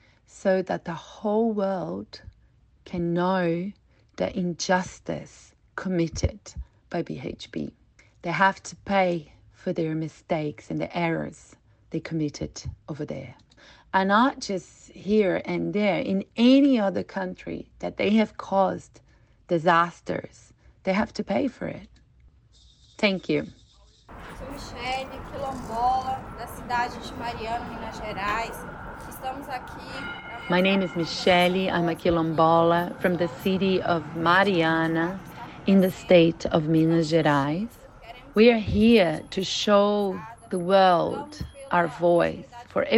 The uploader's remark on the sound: This week we bring you recordings from two public events on Collins Street Melbourne that are calling for justice and reparations for those directly impacted by industrial disasters. Visited BHP's global headquarters seeking justice.